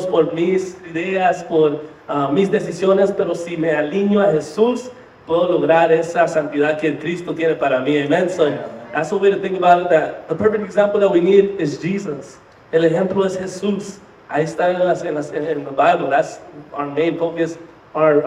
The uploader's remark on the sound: Live from YTH Retreat. Live podcast in front of 100 youth at Holy Ground 2023!